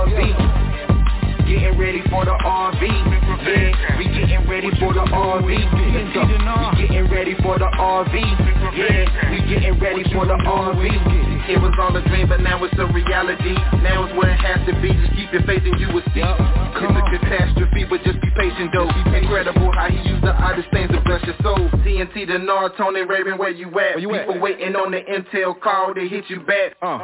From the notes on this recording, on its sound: TNTSuperfantastic Conference Call